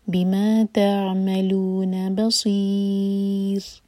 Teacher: ساکن کے بعد میم میم پر زور، بصیر صاد هوي اور را کو جب ہم سکون کریں گے تو را باریک ہوگا کیونکہ اس سے پہلے ہے یا